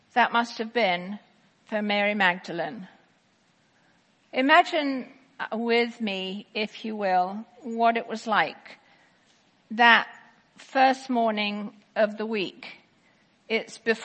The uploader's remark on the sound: Easter 10AM Service 2018.